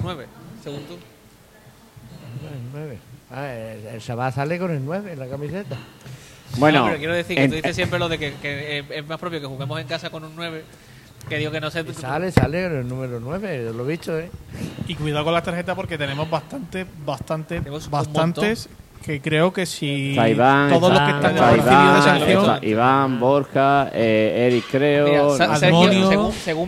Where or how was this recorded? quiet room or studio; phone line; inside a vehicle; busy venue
busy venue